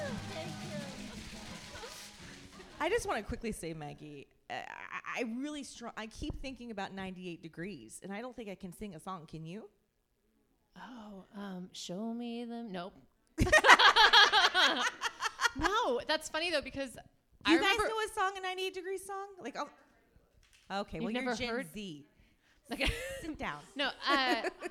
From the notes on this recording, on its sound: LIVE FROM THE COMEDY ARENA. Our live show. The first ever live recording of Unstable Topics had the best besties at The Comedy Arena in McKinney, Texas.